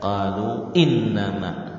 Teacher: hamzah ya, menyebabkan panjang mad sebelumnya menjadi lebih dari 2 rakaat